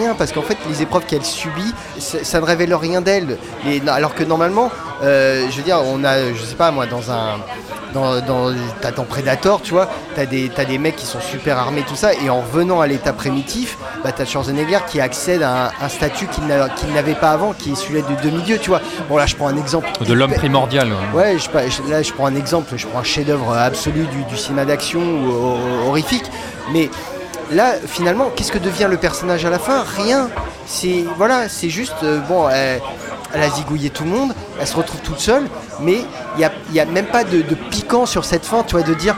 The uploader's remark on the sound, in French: Enregistré au Hurling pub (8 Rue Descartes, 75005 Paris), le vendredi 30 août 2019.